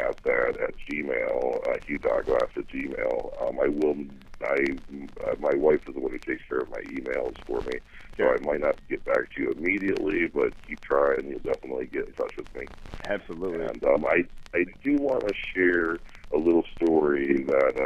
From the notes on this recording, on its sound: Phone Interview